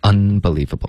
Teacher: She is unbelievable. Un 发成了 un，用了一个后鼻音，应该是顶舌尖的 unbelievable